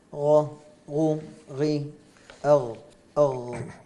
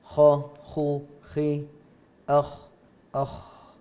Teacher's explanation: والغين أدخل من الخاء